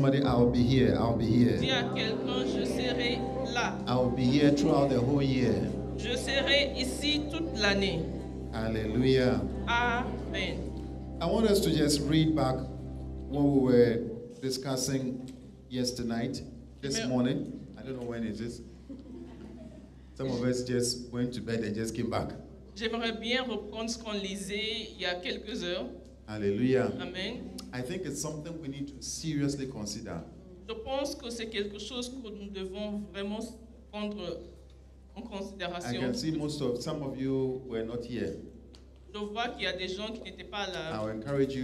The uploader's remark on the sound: Preached during Joyful Hour Sunday Service